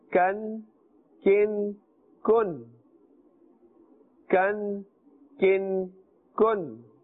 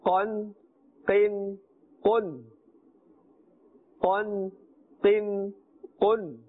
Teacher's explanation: One has a flatter sound, kan, kin, kun. The other has a thicker and a fuller sound.